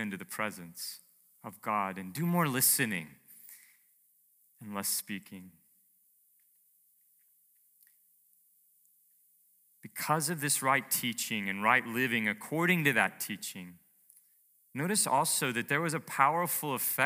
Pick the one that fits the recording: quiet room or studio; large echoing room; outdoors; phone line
large echoing room